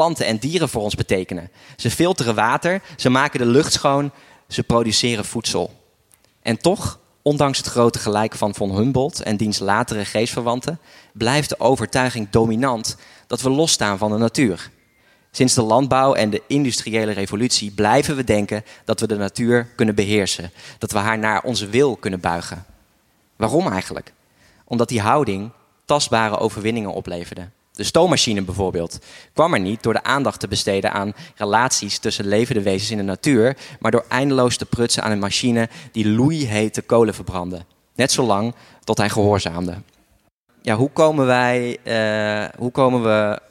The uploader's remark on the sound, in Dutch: Een live podcast opname vanaf het Happinez Festival. Aan het einde van de opname hoor je wat ruis.